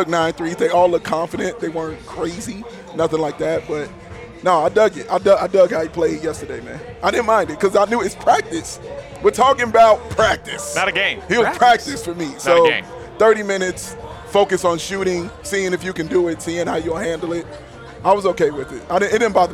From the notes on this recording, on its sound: The CHGO Bulls crew are LIVE from Stadium Swim at Circa Resort & Casino in Las Vegas.